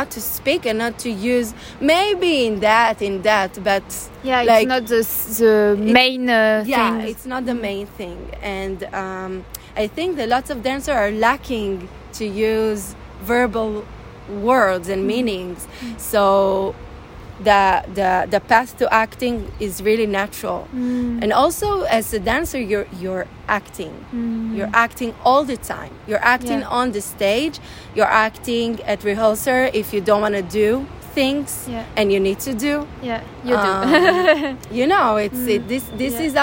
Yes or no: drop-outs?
no